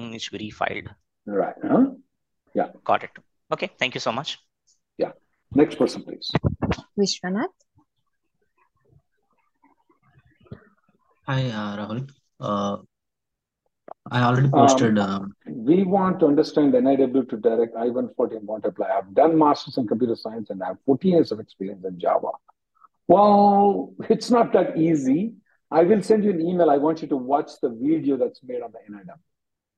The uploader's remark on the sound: Conference Call Aug 29th 2023